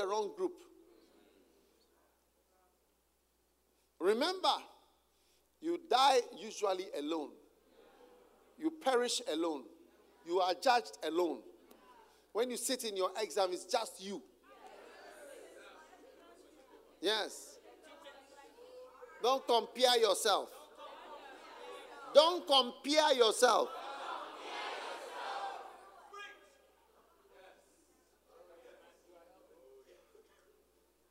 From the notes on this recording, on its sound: Preached at the Use It or Lose It Camp, USA.